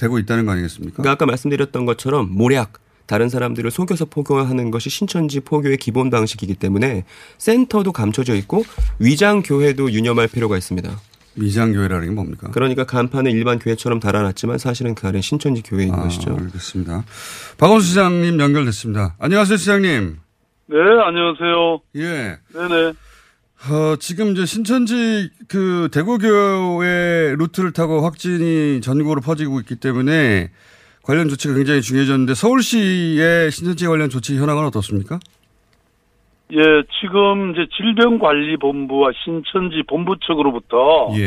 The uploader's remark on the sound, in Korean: 전화연결